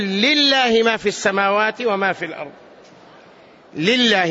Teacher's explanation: لفظ الجلالة إذا كسر أو اتصل بما قبله وكان ما قبله مكسورا فإن لام لفظ الجلالة ترقق، إذا ابتدأ بها مكسورة ترقق لفظة الجلالة، يعني تقول لله ما في السماوات وما في الأرض، لله، ما تقول لله، لله، لأن اللام مكسورة.